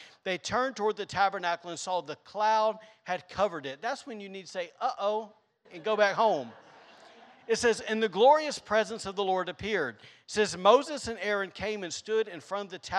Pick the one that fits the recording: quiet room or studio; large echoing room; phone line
large echoing room